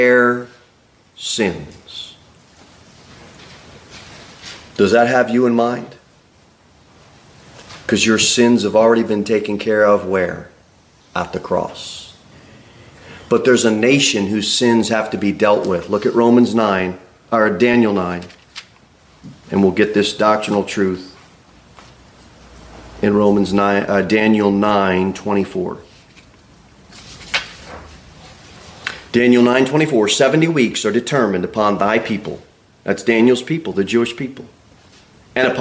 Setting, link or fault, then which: setting, large echoing room